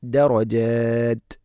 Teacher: അതുപോലെ അവിടെ വഖഫ് ചെയ്യുമ്പോൾ രണ്ട് നാല് ആറ് ഹർക്കത്തിൻ്റെ ആ ഒരു ഖദറിലാണ് നീട്ടി നിർത്തേണ്ടത്. നിർത്തുമ്പോഴും താഇന് സുക്കൂൻ നൽകണം, ത ഉച്ചാരണത്തിൽ കൊണ്ടുവരണം അഥവാ അത് പറയണം.